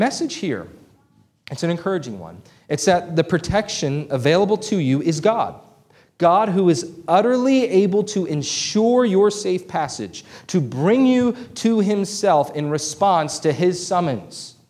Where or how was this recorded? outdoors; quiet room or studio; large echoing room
large echoing room